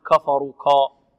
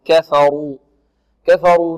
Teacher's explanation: فيها الكاف والفاء مرققتان، والراء ماذا؟ الراء مفخمة · Shown in: second take